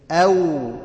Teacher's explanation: الواو تخرج باستداره الشفتين مع ارتفاع اقصى اللسان اللي هي عندك ايه مثلا او معايا كده.